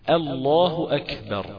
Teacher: اما بالنسبة للكاف والتاء بنهمسهم · Term: الهمس